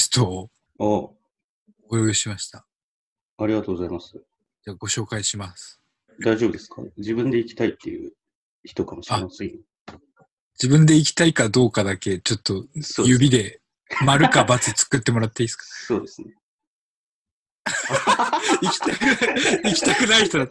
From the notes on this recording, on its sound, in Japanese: 収録地：それぞれの家（ZOOM収録）。